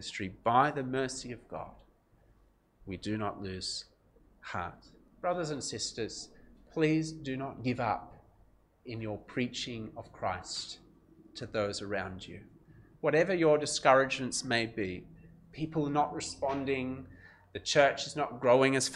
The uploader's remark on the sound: This sermon was preached at Covenant Grace Church, Penang.